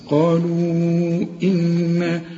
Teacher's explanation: هنغنها ونمدها أربع حركات علشان فوق المد الشرطة العريضة وبعدها همزة